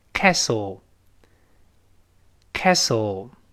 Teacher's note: 中间那个 T 是不发音的